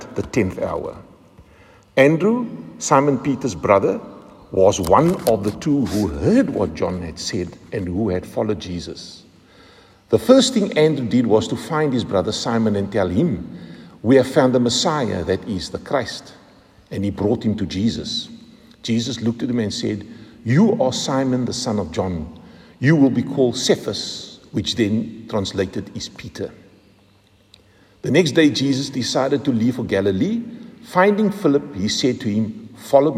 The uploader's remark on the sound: Recorded at the 7:45am service on Sunday 16th July 2023